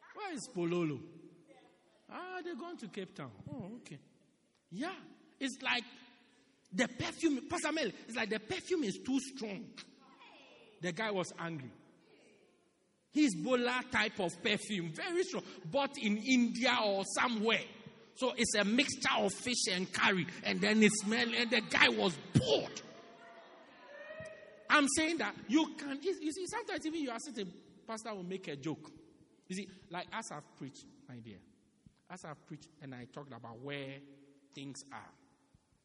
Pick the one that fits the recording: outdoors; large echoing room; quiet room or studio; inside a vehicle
large echoing room